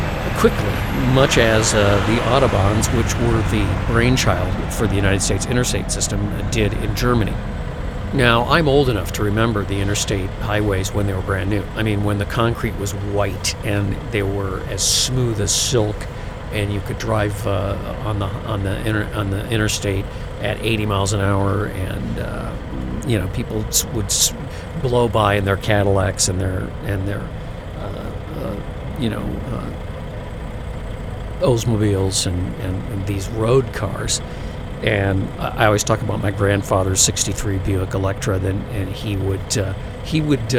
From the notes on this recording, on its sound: it’s time for a podcast live from the Love’s